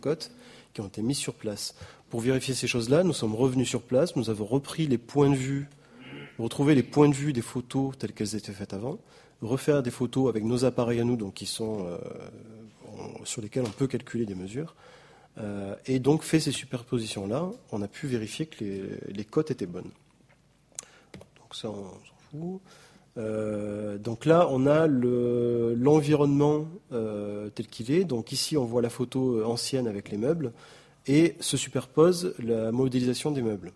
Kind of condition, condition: setting, large echoing room